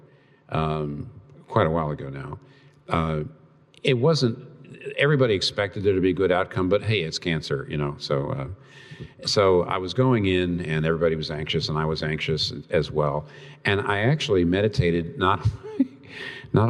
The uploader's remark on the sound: This Q&A session was recorded before a live audience on April 18, 2019 in New York City.